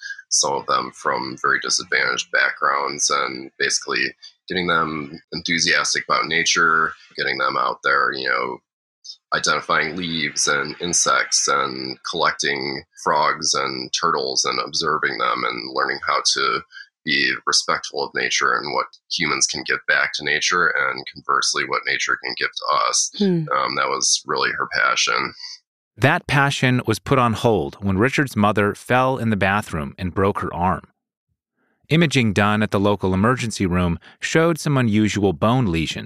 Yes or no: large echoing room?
no